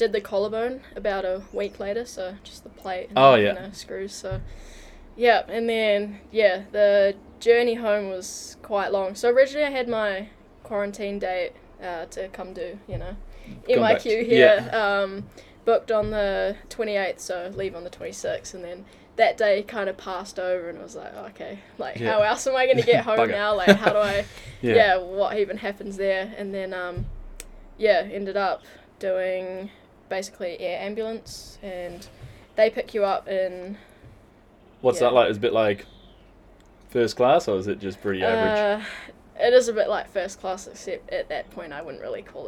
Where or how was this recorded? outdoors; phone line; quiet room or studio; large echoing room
outdoors